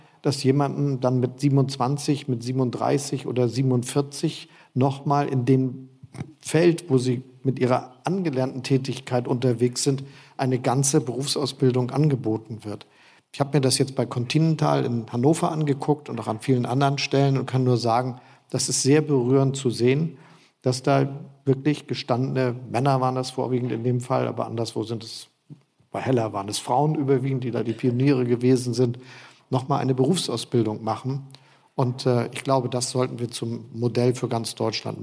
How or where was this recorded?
live audience